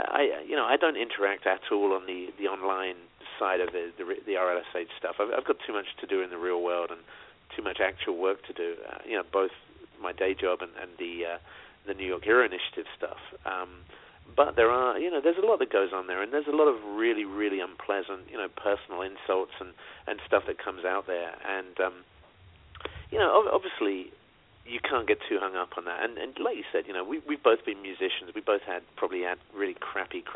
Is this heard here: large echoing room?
no